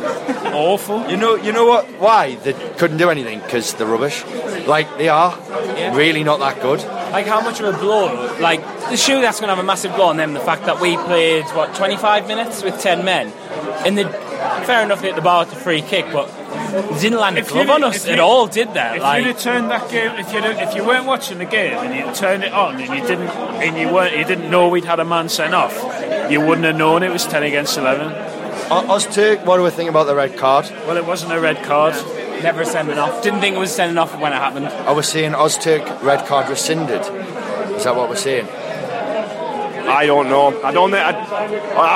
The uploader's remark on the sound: met at the Hilton